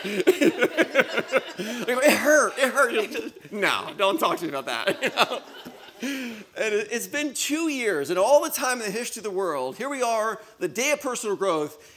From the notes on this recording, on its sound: LIVE recording. Blue Ridge Estate Vineyard & Winery hosted their first Personal Growth Day, where five top-tier motivational speakers from the US and Canada delivered presentations.